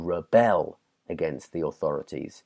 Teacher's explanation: The second half of the word, that's where you put the stress.